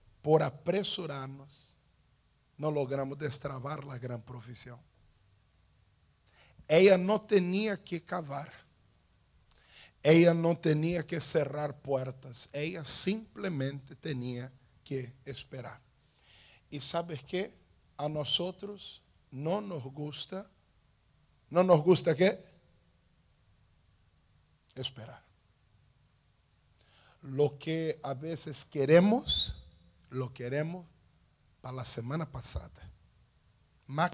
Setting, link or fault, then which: setting, large echoing room